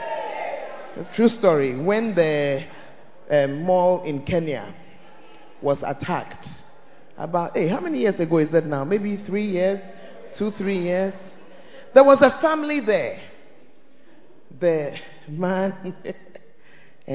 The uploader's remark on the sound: Preached At First Love Center, Ayeduase (Tuesday Service).